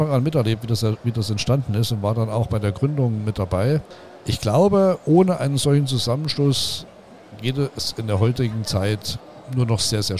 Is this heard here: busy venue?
yes